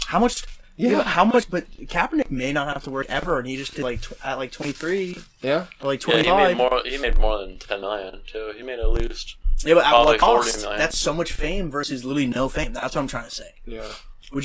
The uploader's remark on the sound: Audio was mildly crackled, no idea why and couldn't fix.